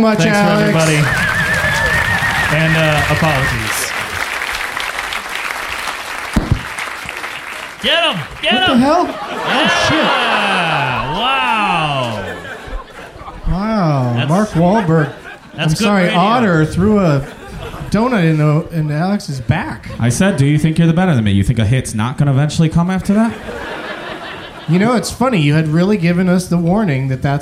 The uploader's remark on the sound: Live from Cap City Comedy Club in Austin